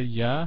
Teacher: I don't pronounce the final consonant sound